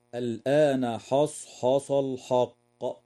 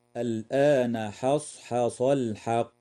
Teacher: والصواب ترقيق الحاء وتفخيم الصاد والقاف · Shown in: second take · هكذا: الآن حصحص الحق.